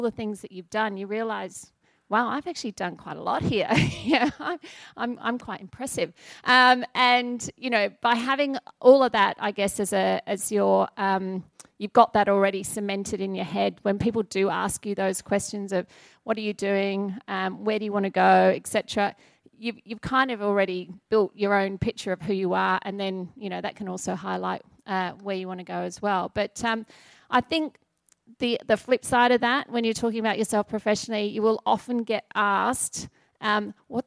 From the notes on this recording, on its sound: During the recent Good Beer Week in Melbourne, the Cryer Malt trade hub at BeerDeluxe was once again a focus for the brewing industry with a number of important trade discussions taking place. Brews News was able to be there to record some of these panels.